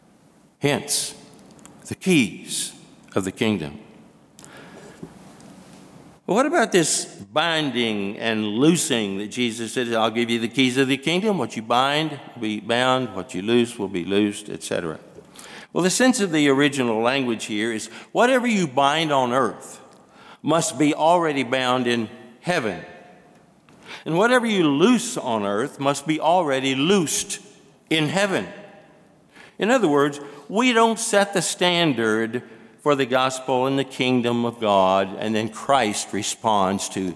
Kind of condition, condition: setting, large echoing room